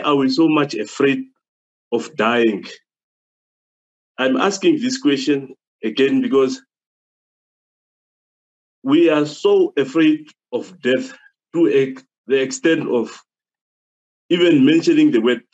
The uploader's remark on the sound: the REPLAY of the live Interactive Zoom session